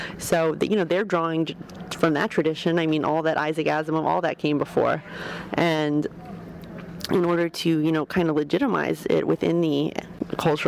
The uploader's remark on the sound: on the convention floor